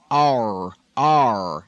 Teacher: Let's practice just the broad pronunciation of R, R, sort of drawn out with the tongue way back